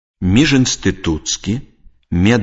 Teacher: У складаных словах пасля цвёрдага зычнага галосны «і» вымаўляецца як «ы».